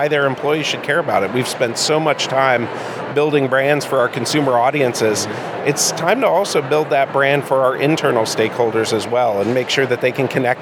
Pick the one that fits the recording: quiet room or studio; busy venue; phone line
busy venue